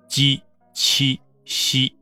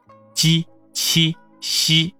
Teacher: 舌尖儿，这个时候是放在下齿背的位置，舌尖儿也就是说是藏起来的，藏在下齿背 · Shown in: first take · Term: 舌面